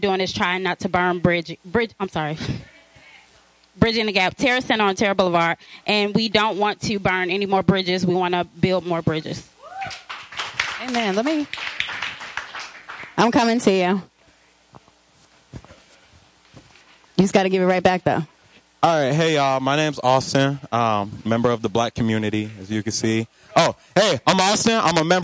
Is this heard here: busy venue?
yes